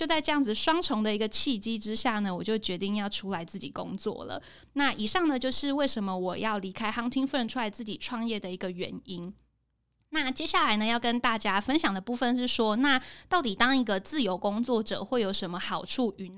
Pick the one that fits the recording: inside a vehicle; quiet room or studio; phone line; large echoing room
quiet room or studio